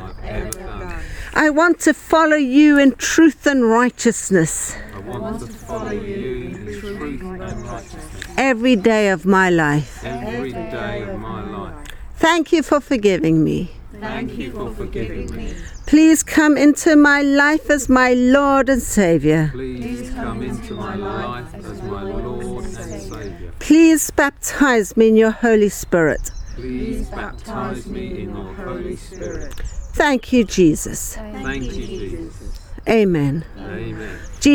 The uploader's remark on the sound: A practical session, recorded in the countryside.